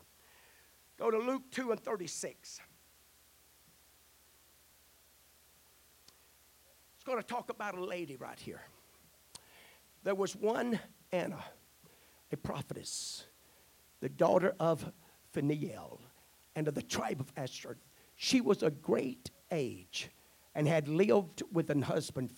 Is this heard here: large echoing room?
yes